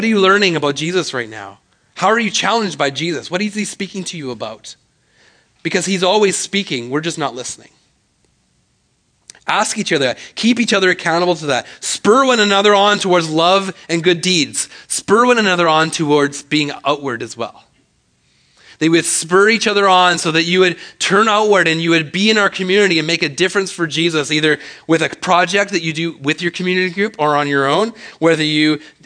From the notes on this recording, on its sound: speaks at SouthRidge Fellowship, a Langley church.